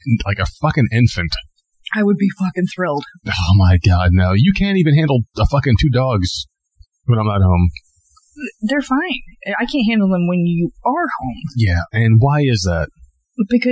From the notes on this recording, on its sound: Today the nerds go live on podbean! Take a few calls live on the air. The quality was a little off, as podbean live is still an in progress, yet cool concept.